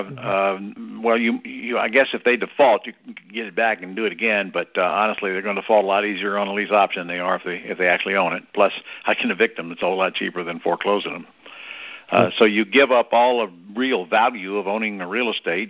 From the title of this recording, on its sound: Gold Club Q&A Call